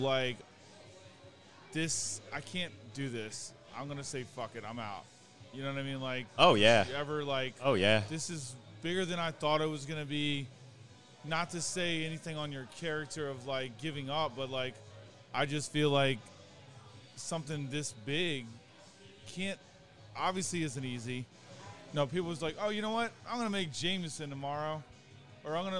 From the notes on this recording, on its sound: Live from The Acme Bar and Grill in Annapolis!